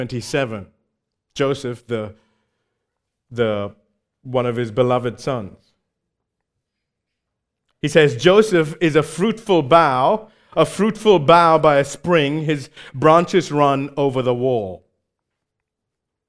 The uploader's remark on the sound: Recorded live at Grace Community Bible Church.